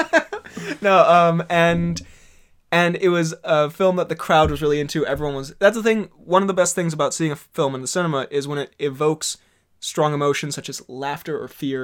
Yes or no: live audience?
no